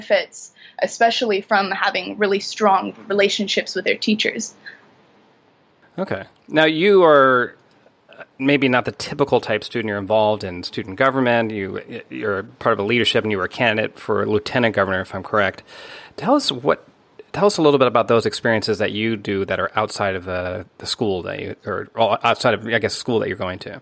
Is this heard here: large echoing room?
no